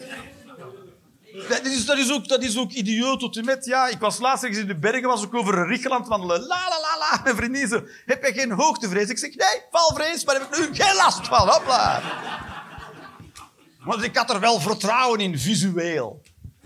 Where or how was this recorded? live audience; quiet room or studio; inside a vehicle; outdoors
live audience